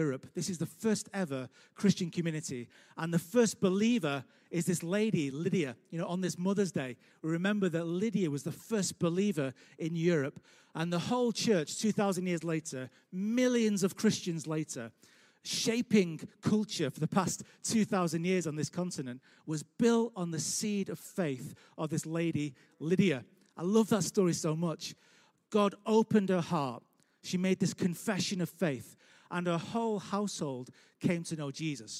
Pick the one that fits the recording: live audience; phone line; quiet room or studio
live audience